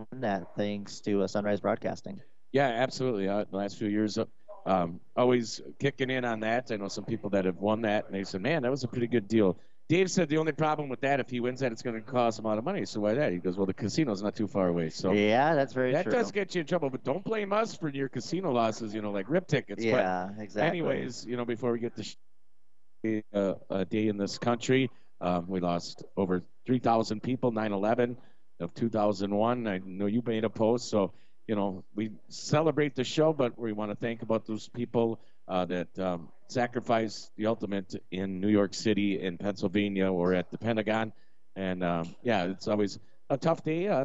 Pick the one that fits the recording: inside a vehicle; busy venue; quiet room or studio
busy venue